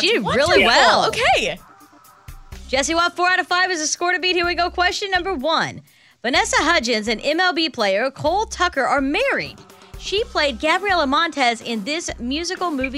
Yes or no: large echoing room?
no